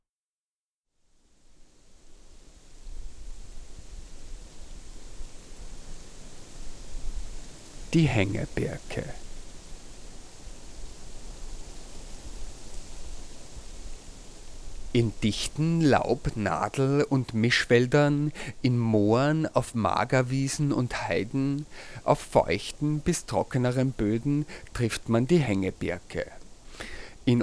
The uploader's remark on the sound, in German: Manchmal ist es genug, einfach zuzuhören – wie bei dieser Aufnahme, die zufällig an einem schwülen Sommertag entstand. Die Aufnahmen zur Sendung entstanden bei windigem, heiterem und regnerischem Wetter zu allen erdenklichen Tages- und Nachtzeiten in Wien Döbling, Ottakring, in Ebensee am Traunsee, zwischen Innichen und Toblach in Südtirol und beim Slap Savica in Slowenien.